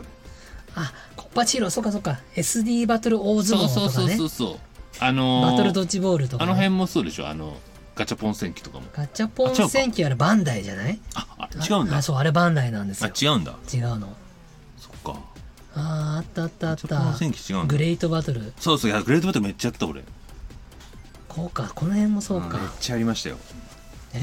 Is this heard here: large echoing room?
no